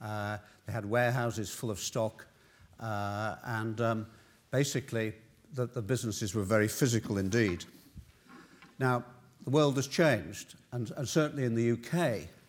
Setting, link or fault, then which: setting, large echoing room